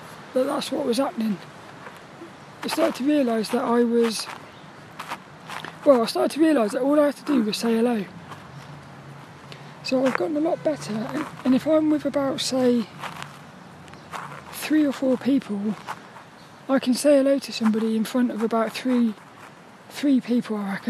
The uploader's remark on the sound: This 'About The Tings' episode is a Walk and Talk. I got to play on the swings.